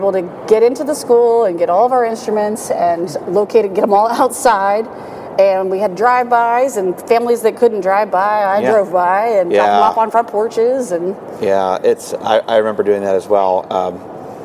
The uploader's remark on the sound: Live from the Midwest Clinic in Chicago!